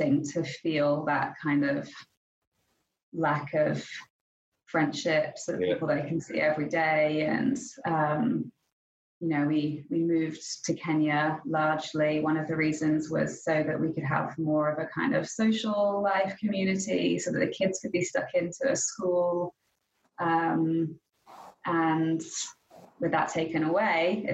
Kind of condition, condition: link, video call